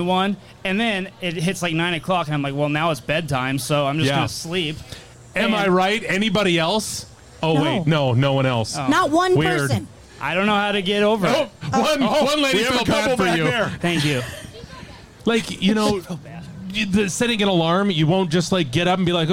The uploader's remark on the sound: We're back out live at the fair and on a tear!